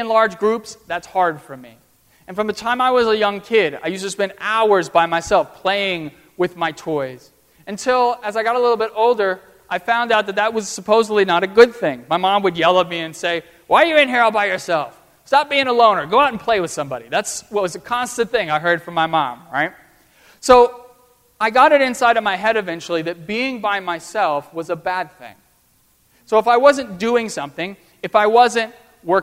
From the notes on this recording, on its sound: at First Presbyterian Church of Arlington Heights, Illinois